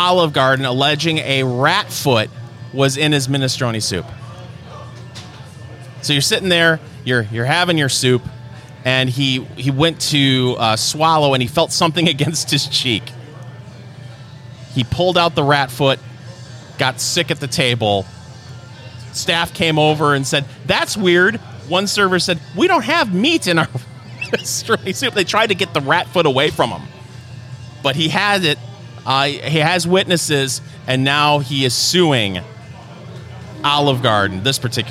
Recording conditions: busy venue